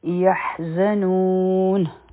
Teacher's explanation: په زا کې بسینګ آواز دی او نون دا چې دی دا مد عارض لسکون جوړ شو